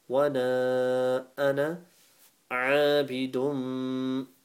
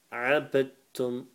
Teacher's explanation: Wana ana aabidum. Ain with the alif, 1 second, and ain's from your throat. And dum is ghunna because there's a meme with a tashdeed.